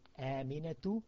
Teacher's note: And for the female, no tanween, just a u, but no un.